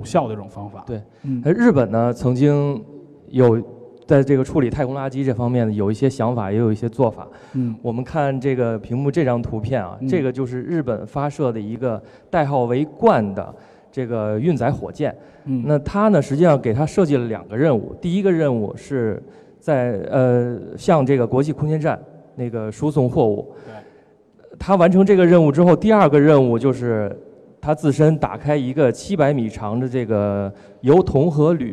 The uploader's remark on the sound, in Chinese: 前段时间我们非常荣幸的受到中国科技馆的邀请，在科技馆的四层航天科技展区现场做了一期现场讲解版的电影真探节目。主要面向全国各地的中小学生及老师和家长，做一次包含互动的现场电影真探秀。这次是第一次对这几百人的大中小观众边聊边互动。